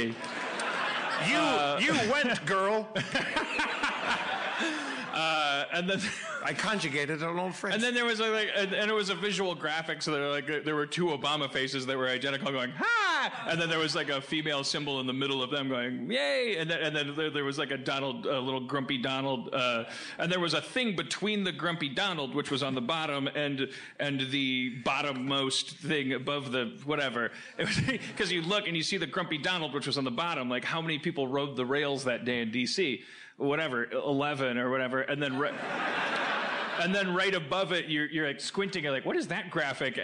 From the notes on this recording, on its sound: LIVE From SF Sketchfest 2017.